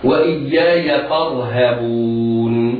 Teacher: الراء في كلمة فارهبون راء ساكنة في وسط الكلمة وقبلها فتح، فحكمها التفخيم وجوبا